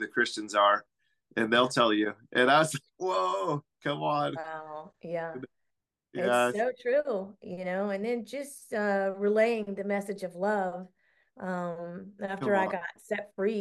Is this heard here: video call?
yes